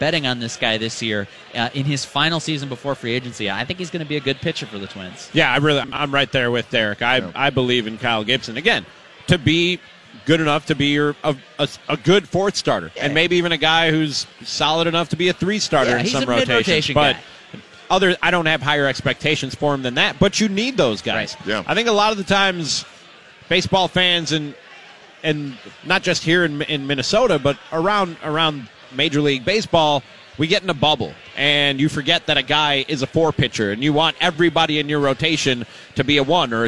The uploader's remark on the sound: LIVE from Kieran's Irish Pub